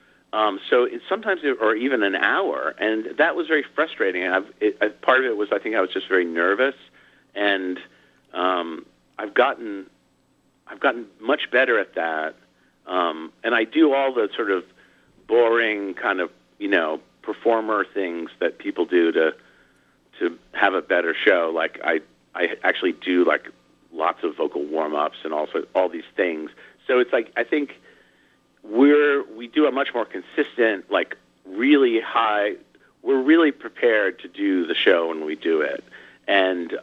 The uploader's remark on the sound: called in for a chat